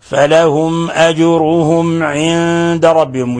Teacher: في عندنا ميم مع عين، الميم مع العين، هذا أيضا جاء العين أحد حروف الإظهار الشفوي، فتظهر الميم عند العين، فلا نضغط على الميم، فنقرأها هكذا: فلهم أجرهم عند ربهم.